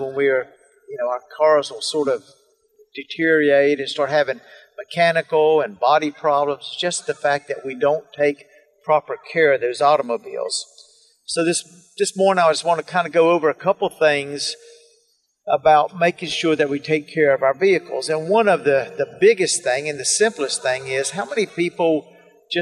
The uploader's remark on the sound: Today's episode was recorded Live at the Middle Eastern Christian Festival in Kernersville NC. Speaks with some great guests at the festival.